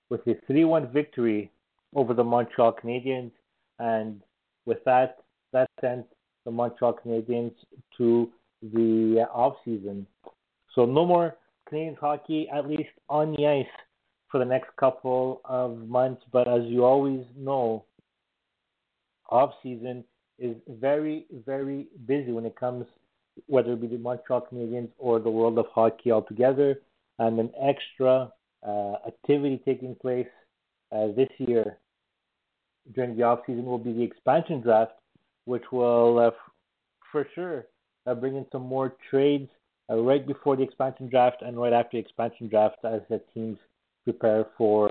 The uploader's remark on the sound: we take your phone calls